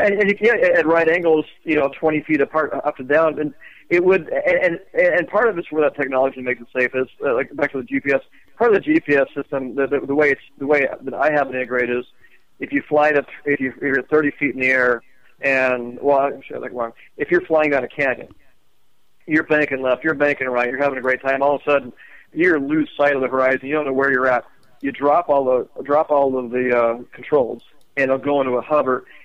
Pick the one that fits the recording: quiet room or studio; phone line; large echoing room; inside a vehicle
phone line